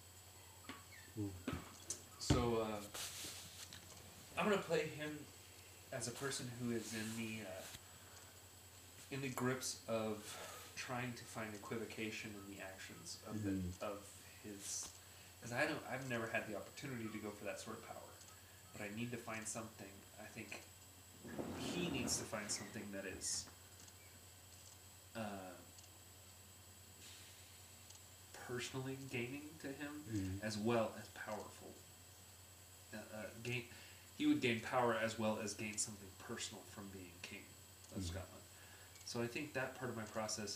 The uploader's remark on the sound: Technical difficulties can't stop The Ghost Lights Podcast!